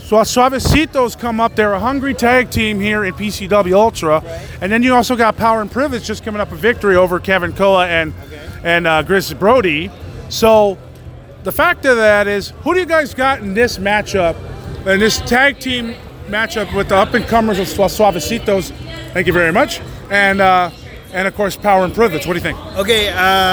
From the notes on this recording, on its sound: Special Live On Location Podcast Episode reporting from Wilmington, Ca at PCW Ultra Anniversary VIII.